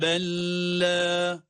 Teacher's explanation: Belle derken birinci lam cezimli ancak kendisinden sonraki de lam olduğu için direkt idgam ediyoruz, ona katıyoruz, ona bağlayarak da şeddeli gibi okunuyor.